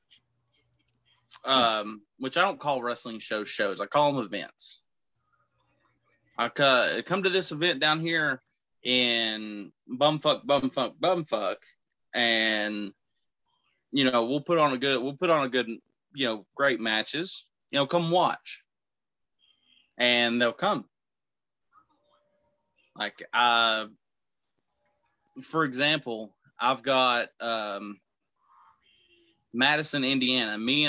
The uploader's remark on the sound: Joins me on Zoom.